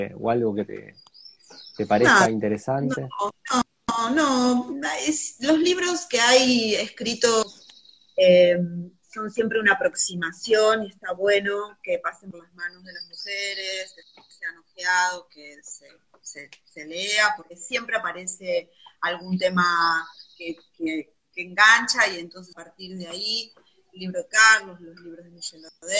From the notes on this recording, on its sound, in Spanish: Audio de la charla en vivo por Instagram